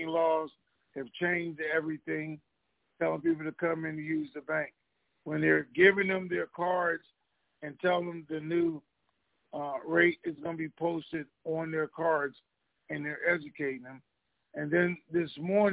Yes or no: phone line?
yes